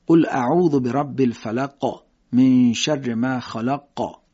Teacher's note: قاف های ساکن صدا قلقله میدیم بهش